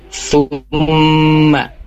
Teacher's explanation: Di ayat 54 di kata thumma itu ada hukum gunnah musyaddadah. Jadinya yaitu ada mim bertasydid. Ya, jadi ketika membacanya itu ditahan dua harokat.